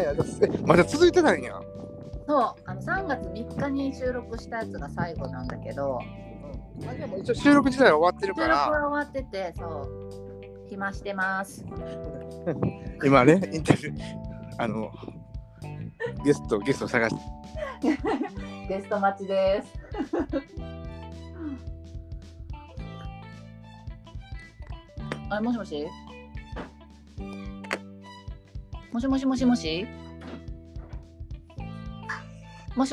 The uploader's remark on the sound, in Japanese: 散歩しながらの収録でめちゃんこ電波とぎれるやん